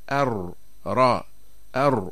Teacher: وعند نطق الراء نقول أر را أر، يتقعر اللسان، ولما يقرع ما يحاذيه من الحنك الأعلى يبقى في الوسط فجوة يمر منها صوت قليل · Term: حرف الراء